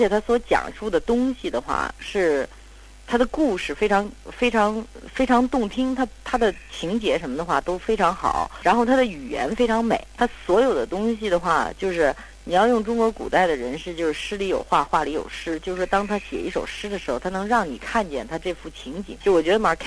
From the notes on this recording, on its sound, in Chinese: 本期节目因长途电话采访，音质完全碰运气，本期音质不佳